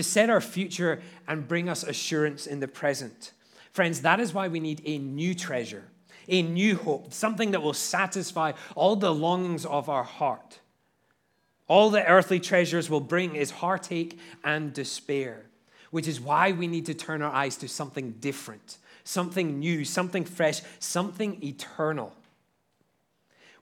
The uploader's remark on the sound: at Liberty Baptist Church in Liberty, Missouri